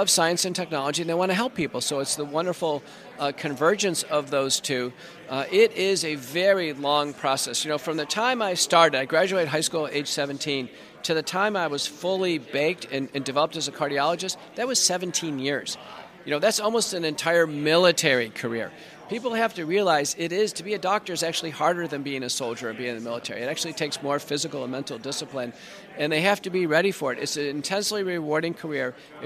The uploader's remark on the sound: in Washington DC at CPAC for this interview